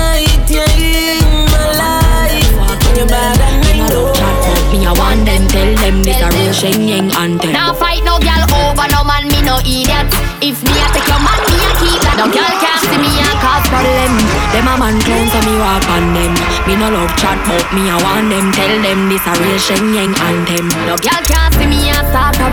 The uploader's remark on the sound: Here's A Pre Vibe Live Mixtape. Live From Inside Sit And Sip Lounge on A Friday Night.